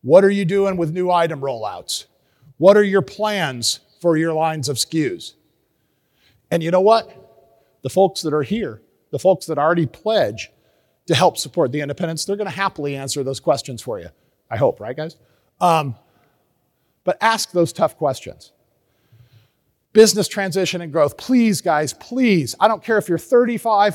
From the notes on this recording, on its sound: At the 2023 NHPA Independents Conference